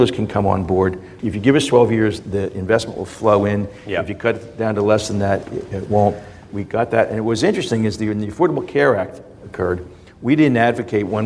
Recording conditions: live audience